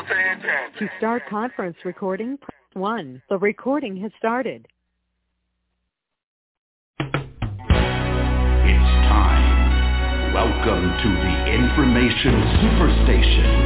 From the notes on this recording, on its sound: TNTSuperfantastic Conference Call